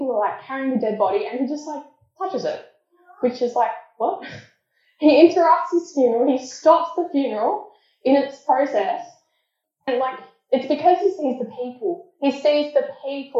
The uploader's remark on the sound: Apologies for the poor audio quality.